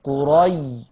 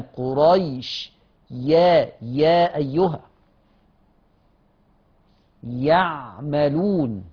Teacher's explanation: يبقى الياء اللينة والمتحركة من وسط اللسان